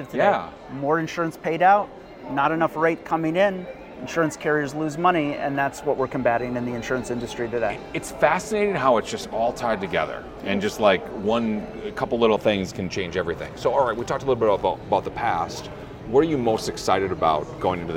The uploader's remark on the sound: Are on site at LeadsCon 2023. Interviewed 8 attendees from the show floor.